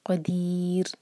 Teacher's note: را پر سکون کر کے رکیں گے، تو را ساکن سے پہلے یا ہے اور کسرہ ہے، تو ہمارا یہ را باریک ہونا چاہیے